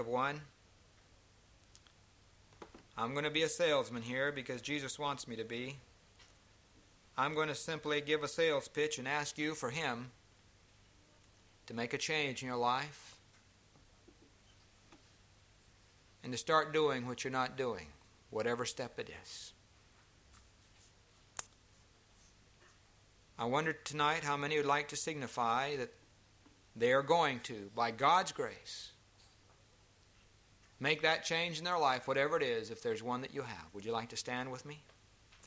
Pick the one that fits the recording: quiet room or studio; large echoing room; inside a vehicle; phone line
large echoing room